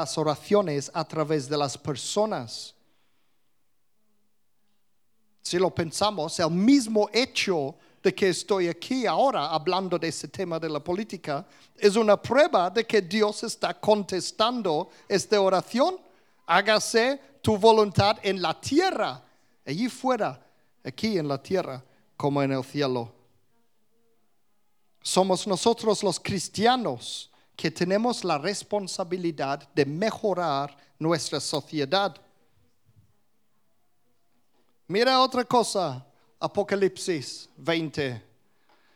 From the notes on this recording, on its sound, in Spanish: Grabado en directo en la Comunidad Cristiana de Vilafranca, Mallorca, España.